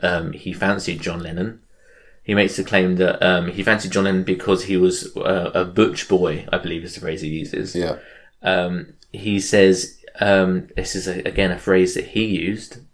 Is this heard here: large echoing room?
no